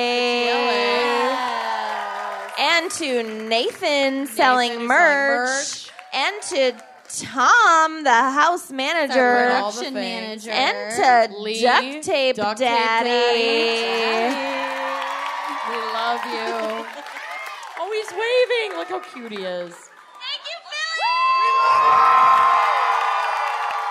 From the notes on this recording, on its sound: Philadelphia LIVE. Live from Philadelphia.